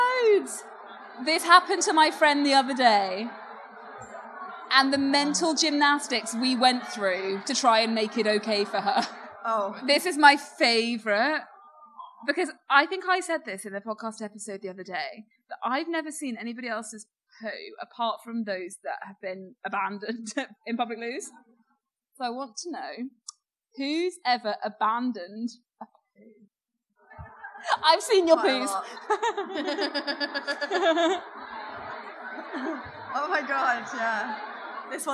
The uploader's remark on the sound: Is It Just Me LIVE. The girls are back with their amazing live audience. Thank you to all of those who came to the show.